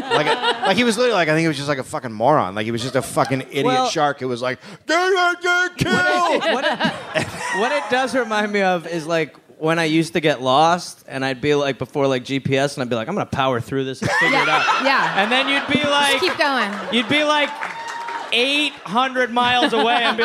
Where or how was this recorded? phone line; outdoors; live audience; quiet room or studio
live audience